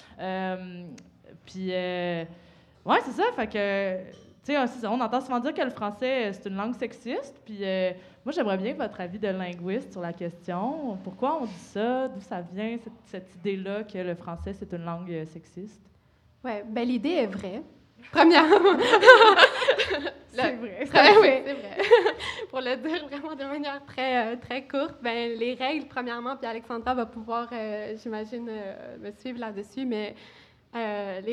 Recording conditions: live audience